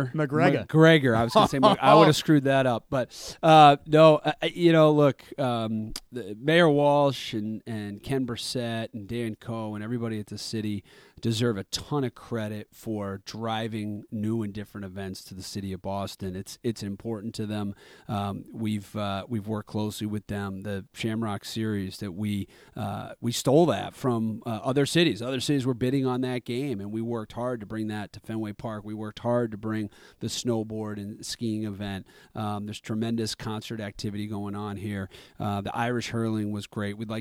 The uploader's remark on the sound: I went into Fenway Park to record our conversation.